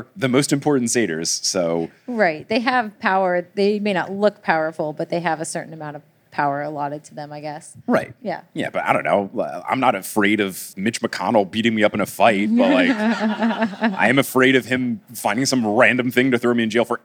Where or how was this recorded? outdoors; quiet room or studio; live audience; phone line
live audience